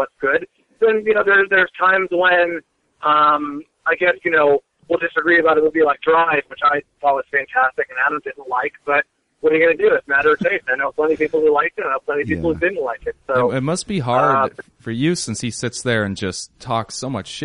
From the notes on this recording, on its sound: called